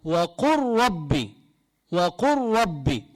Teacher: هنا اللام تضغم بالراء